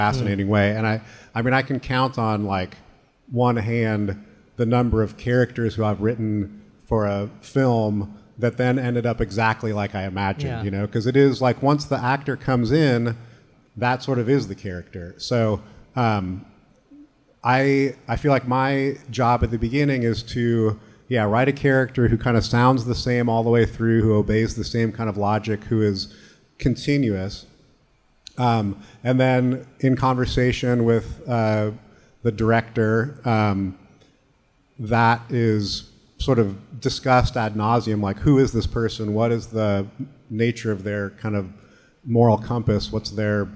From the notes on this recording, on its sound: We feature a conversation from Pickathon 2022. Literary Arts partnered with the Pickathon music festival to program on-stage author readings, and for a live recording of The Archive Project at the Lucky Barn stage.